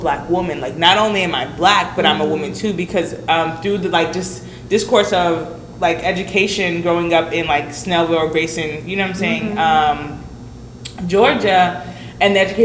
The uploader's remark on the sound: Recording live from la IUPI.